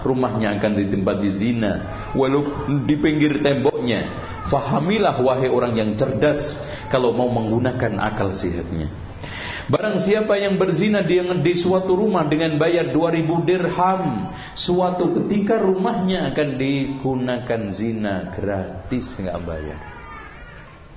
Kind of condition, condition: setting, large echoing room